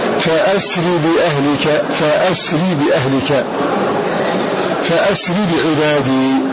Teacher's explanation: وقال الباقون بقطع الهمزة مفتوحة